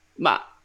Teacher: the fourth tone, which is like sharply down, kind of like you're you're scolding somebody a little bit